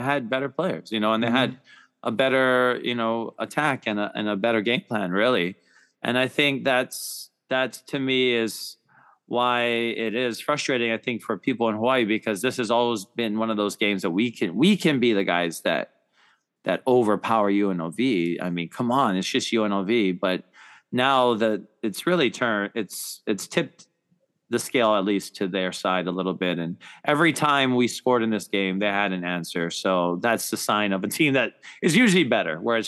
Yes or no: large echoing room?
no